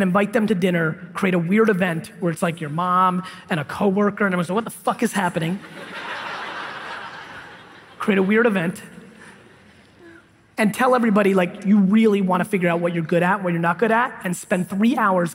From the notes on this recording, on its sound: DUTCH BROS KEYNOTE IN PORTLAND, OREGON 2017